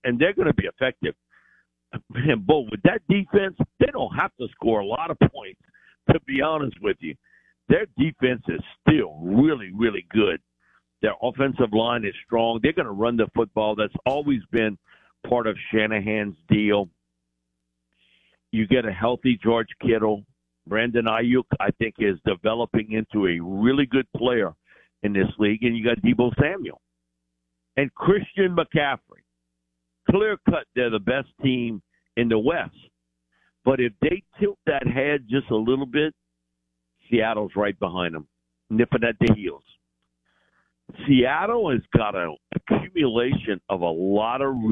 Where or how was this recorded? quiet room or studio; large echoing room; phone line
phone line